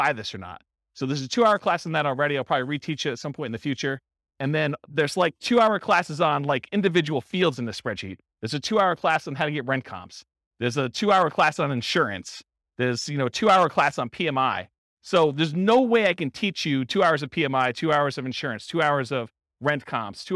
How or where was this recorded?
live audience